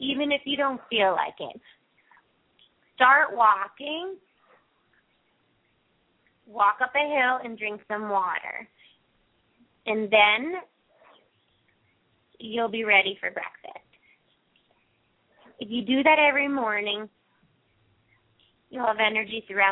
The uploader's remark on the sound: open up the lines for listeners to call